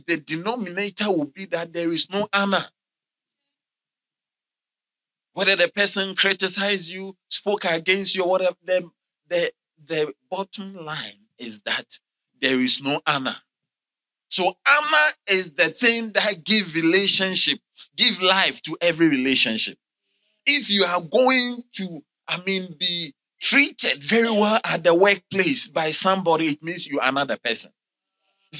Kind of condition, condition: setting, large echoing room